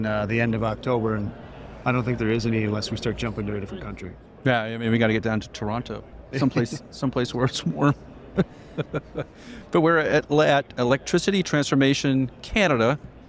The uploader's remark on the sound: Live From CanREA – Renewables Go Big In Canada At ETC23! We had a couple of conversations on the floor with a number of companies.